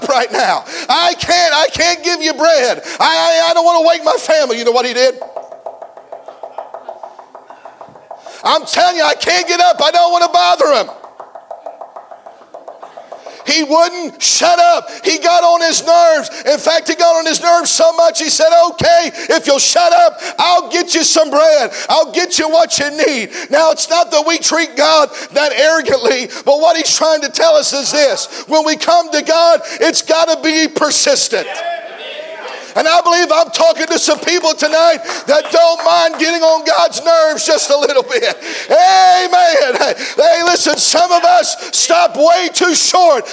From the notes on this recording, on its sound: preached a message at the 2023 Back to the Bible Camp Meeting in Lucasville, OH